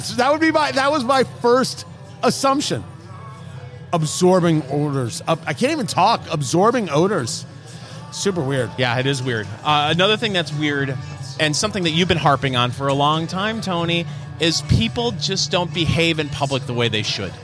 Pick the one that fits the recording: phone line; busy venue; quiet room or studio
busy venue